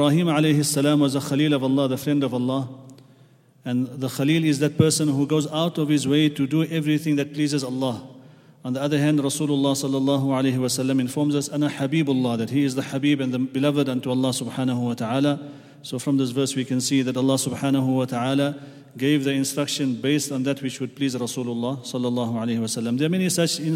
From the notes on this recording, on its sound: at the Houghton Masjid (West Street)